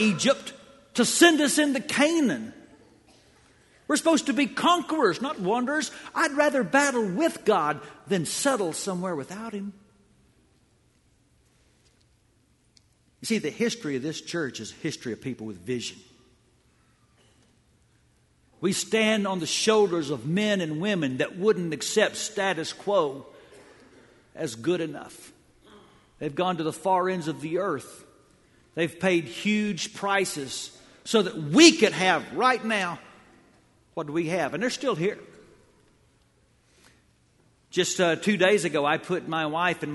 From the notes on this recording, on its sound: This series of lessons was preached during the Greater Things Capital Campaign for The Hills Church.